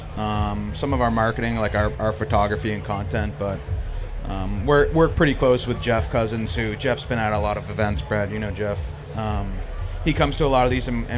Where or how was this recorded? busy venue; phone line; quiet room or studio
busy venue